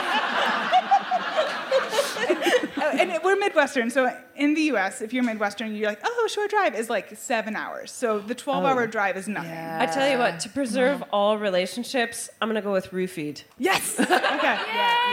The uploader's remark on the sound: DWSC LIVE. At their residency in London, in front of a packed-out audience, which also happened to contain her mother, who will only entertain sitting f'row, for maximum effect. We then hear from one of the lovely audience members.